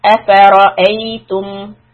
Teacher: ra'aytum is the main word, so we are going to emphasize the sound of ra